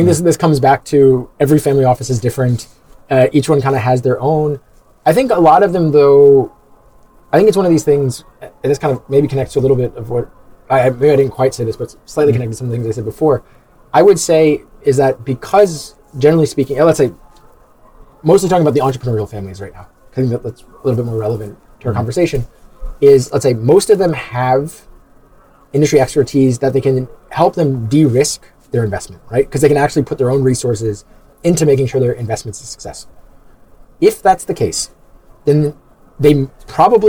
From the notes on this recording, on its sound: Recorded on the sidelines of the TechChill conference in Riga. Recorded on the sidelines of the TechChill conference in Riga.